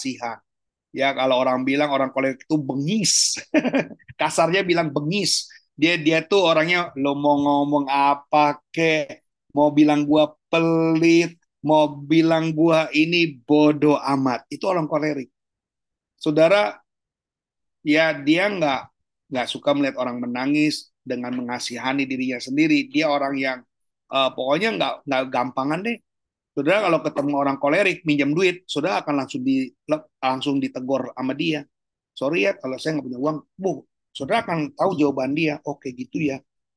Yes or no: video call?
yes